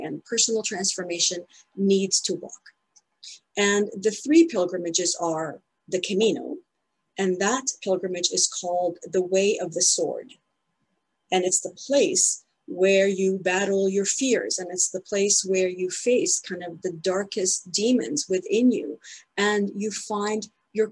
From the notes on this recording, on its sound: In this Zoom presentation to the Cathedral Labyrinth Guild. In this Zoom presentation to the Cathedral Labyrinth Guild.